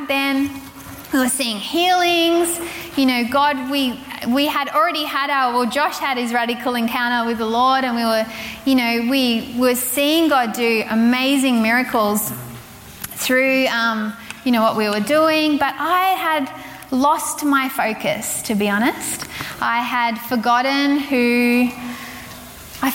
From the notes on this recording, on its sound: Recorded from Zion Church’s Sunday Service on the Gold Coast, 4pm at Burleigh Waters Community Centre on the 8th of May 2022.